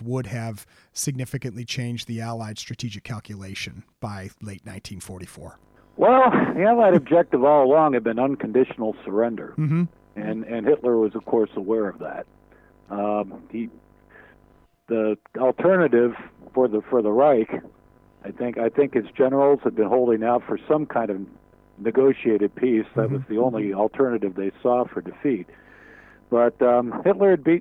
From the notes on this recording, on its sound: In our first ever phone interview.